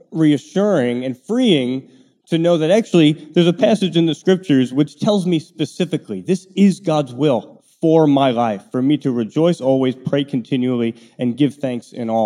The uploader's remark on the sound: Live Q&A. An ‘Ask Anything’ event that we did last week at Bay Area Community Church in Annapolis, where the audience were asking a whole range of important questions.